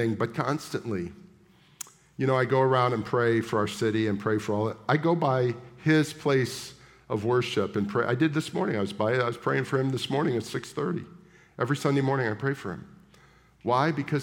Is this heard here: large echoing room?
yes